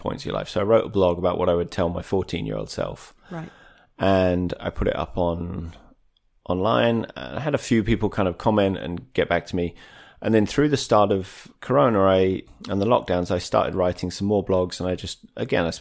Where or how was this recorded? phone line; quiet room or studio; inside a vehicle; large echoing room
quiet room or studio